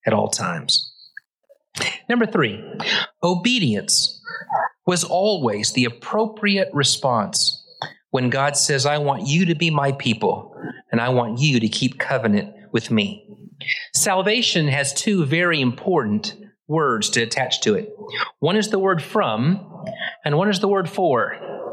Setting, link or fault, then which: setting, large echoing room